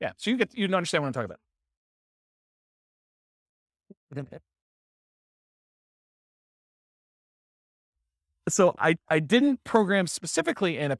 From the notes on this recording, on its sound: This was a live class recorded